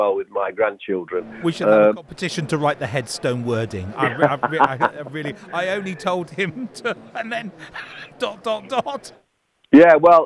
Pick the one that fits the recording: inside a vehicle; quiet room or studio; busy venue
busy venue